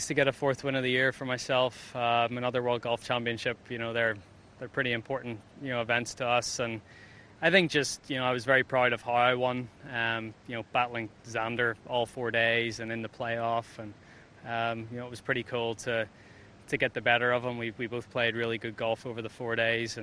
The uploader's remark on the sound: Live from RSM Classic. Broadcasts live from Sea Island at the RSM Classic. Joined by guests throughout including PGA Tour players.